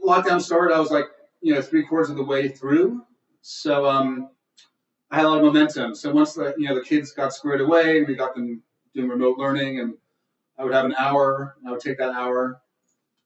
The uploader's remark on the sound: It was, in fact, our very first virtual event of the pandemic.